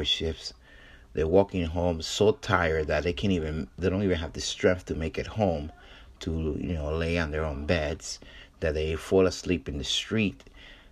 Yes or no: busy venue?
no